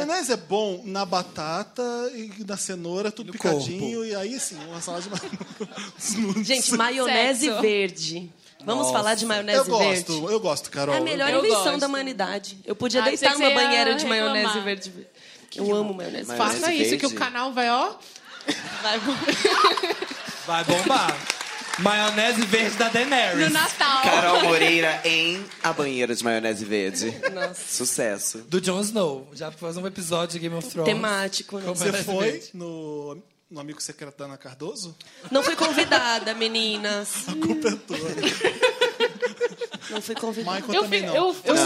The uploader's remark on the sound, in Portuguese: Especial de Natal ao Vivo